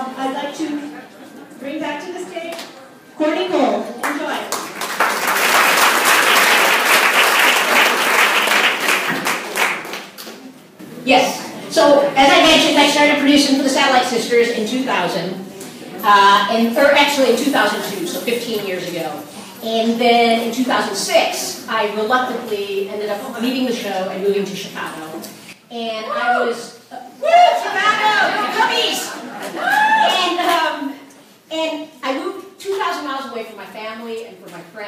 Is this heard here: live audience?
yes